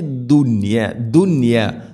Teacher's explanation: നോക്കൂ, ഇവിടെ സാക്കിന നൂന് ശേഷം യാ വരുമ്പോൾ ശരിക്കും ഇവിടെ ഇദ്ഗാം ബിഗുന്നയാണ്. അതേസമയം ദുനിയ എന്നത് ഒറ്റ പദത്തിലാണ് നൂനും യാ ഉള്ളത്, അതുകൊണ്ട് അവിടെ ഇദ്ഹാറാണ് ചെയ്യുക. വെളിവാക്കി ഉച്ചരിക്കണം, മണിക്കരുത്.